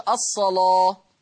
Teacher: لأنها لام مفتوحة، أهو حكم اللام التغليظ قولا واحدة